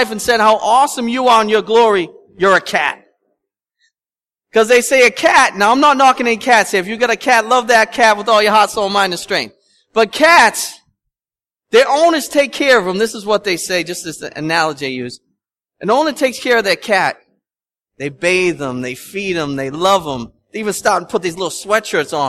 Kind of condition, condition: setting, large echoing room